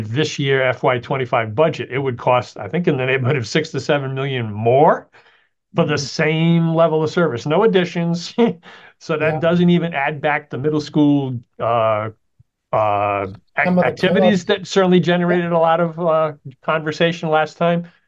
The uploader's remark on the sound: We had our conversation via the Zoom Conference Bridge.